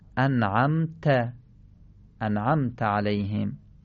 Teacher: زبونمون رو خیلی جلو نیاریم که به دندون ها مماس بشه. همین که زبان، سر زبان از دندون ها فاصله بگیره، ت صحیح و خالص ادا میشه